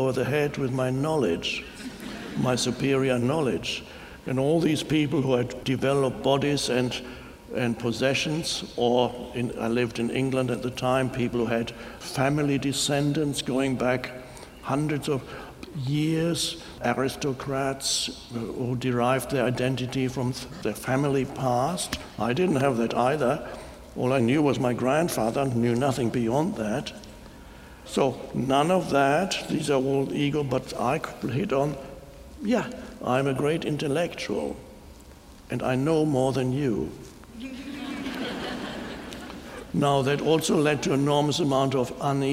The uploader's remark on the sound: talks to an audience in Chicago